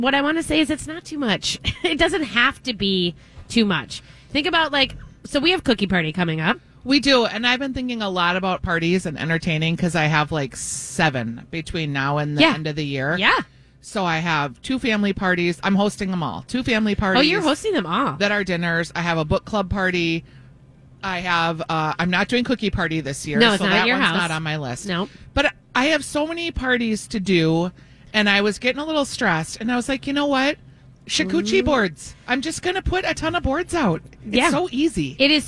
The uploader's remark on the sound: live at Surdyk's!